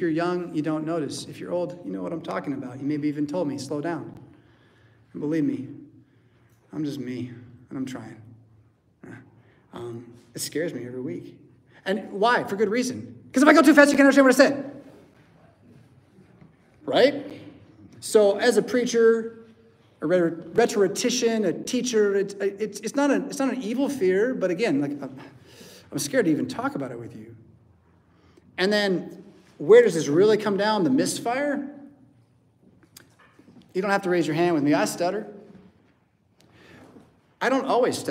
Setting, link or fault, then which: setting, large echoing room